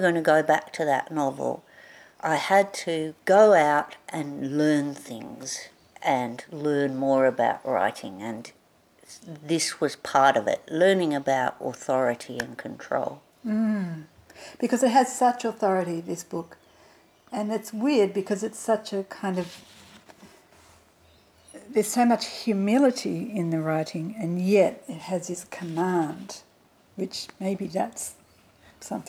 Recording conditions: sounds in the background